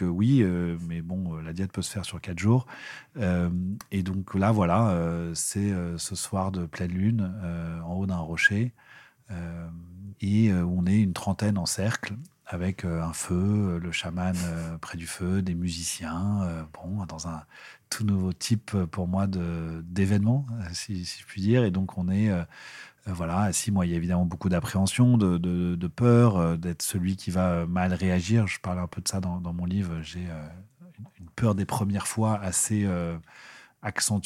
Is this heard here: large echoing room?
no